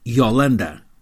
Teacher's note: Em Portugal chamam-lhe quase sempre Yolanda, mas ela gosta de ter o nome pronunciado à maneira dos amigos brasileiros, com o O inicial aberto, assim a dar Yolanda.